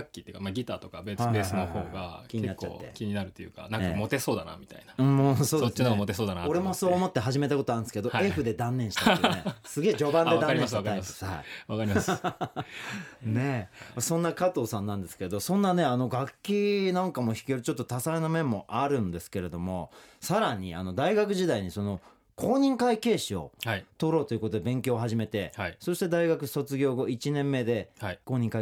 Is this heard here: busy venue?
no